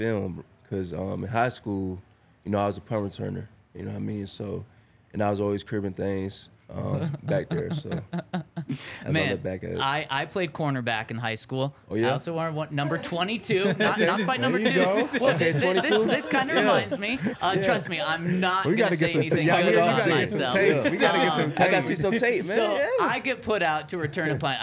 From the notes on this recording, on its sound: coming to you LIVE from the DNVR Bar